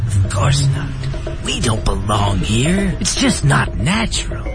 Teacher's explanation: 后面那个 just not natural, not,还进行了一个重读